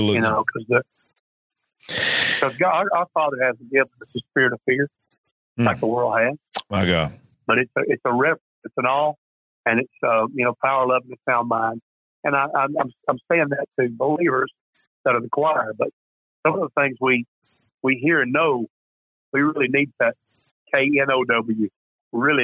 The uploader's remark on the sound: Live Call In Show. This is the recording of a live call-in show.